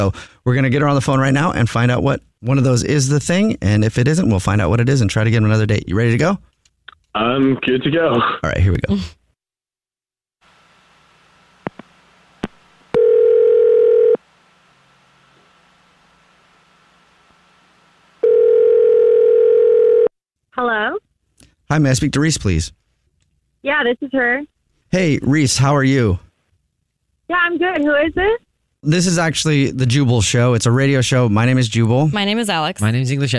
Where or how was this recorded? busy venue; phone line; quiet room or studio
phone line